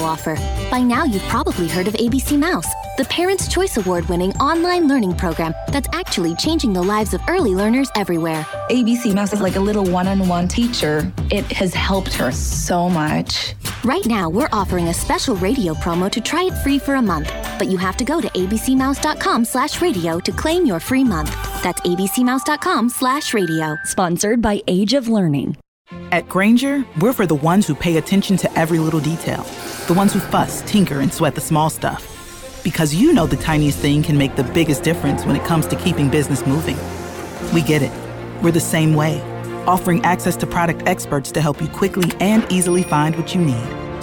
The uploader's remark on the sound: "LIVE" from Angel Stadium in Anaheim, CA